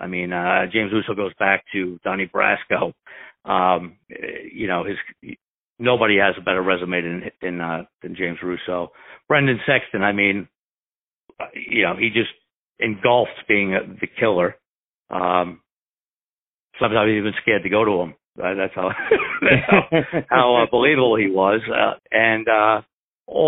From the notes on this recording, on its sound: On the phone